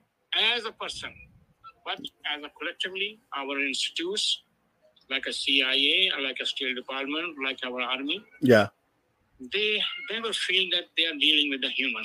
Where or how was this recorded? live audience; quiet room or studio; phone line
phone line